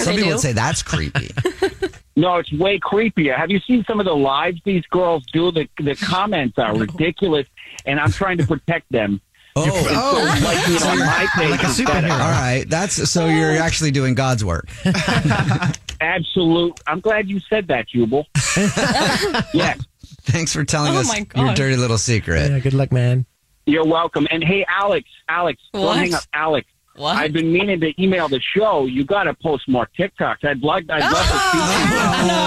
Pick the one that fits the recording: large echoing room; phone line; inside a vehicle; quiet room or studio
phone line